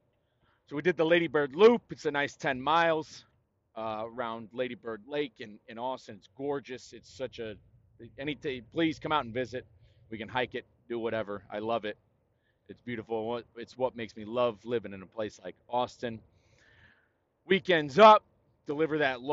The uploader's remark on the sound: Talk more winter scaries on I-40 in New Mexico. Share more of what goes on inside this old brain of mine while I’m driving.